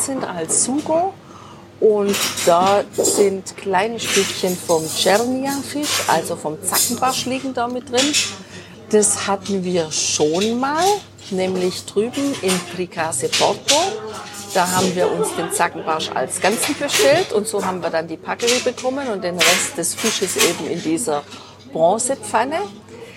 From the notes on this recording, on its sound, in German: Ein sterneverdächtiges Fischmenü direkt am Ufer und Blick aufs Meer haben wir bei Da Gianni in Torre Mozza genossen. Haben wir für dich live beim Essen eingesprochen!